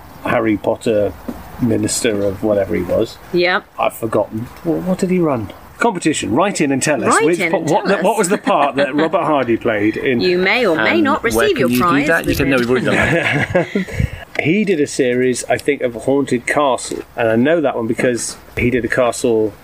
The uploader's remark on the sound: Back garden on the hottest day of the year. Which does mean we have a few added sound effects like dogs barking, ship's fog.